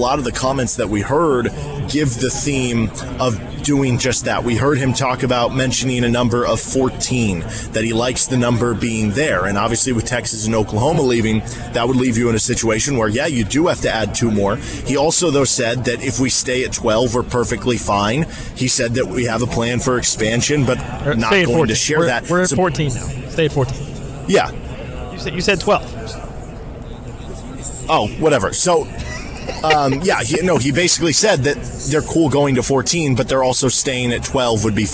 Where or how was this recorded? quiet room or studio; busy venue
busy venue